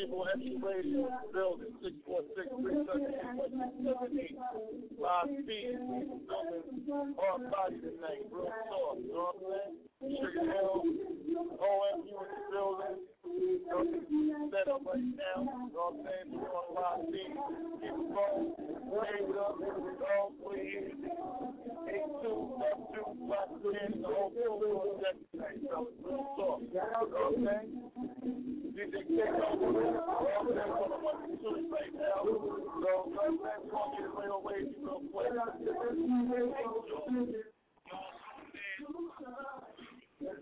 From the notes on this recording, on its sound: LIVE Broadcast from Sugar Hill Disco and Resturaunt for The "Rock the Mic"' Competition. LIVE performances.